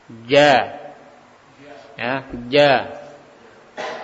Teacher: Tempelkan ke langit-langit, ditempelkan ke langit-langit atas. Dengan langit-langit atas tersebut keluar huruf jim dengan menempelkan lidah.